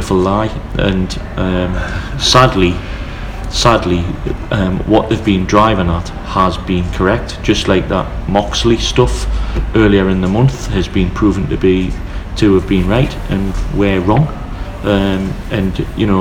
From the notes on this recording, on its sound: thank you to Nine Bar for allowing us to record